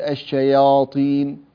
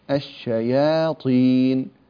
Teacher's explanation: لأن الألف وقع بعدها حرف الطاء، والطاء من أقوى الحروف الهجائية، فهي حرف مستعل مطبق، فبقوتها تجذب الألف نحوها، وحتى إذا جذبت الألف تجذب الياء قبلها كذلك، فيقول الشياطين. فننتبه إلى عدم تفخيم الألف التي هي بعد الياء · Shown in: second take · فنقول الشياطين، لما تنتهي من الألف انتقل بعد ذلك إلى نطق الطاء المكسورة، الشياطين، هكذا.